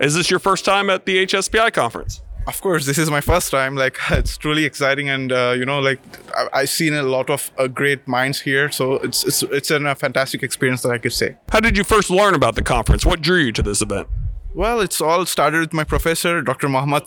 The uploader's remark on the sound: During the Healthcare Systems Process Improvement Conference 2024. At the Crowne Plaza Atlanta Perimeter at Ravinia.